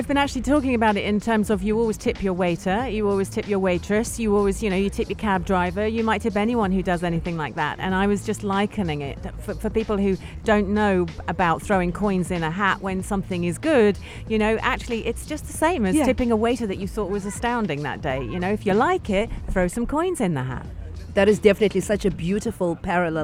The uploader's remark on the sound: Are out and about at "Al Majaz Waterfront" broadcasting Yalla Home Live and having guests throughout their show.